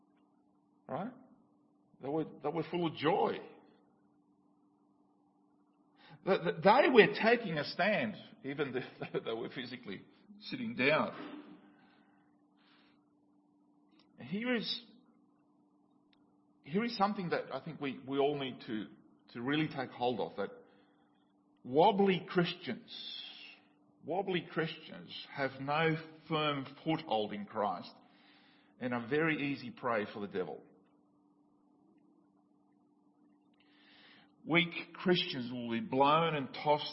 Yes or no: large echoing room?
yes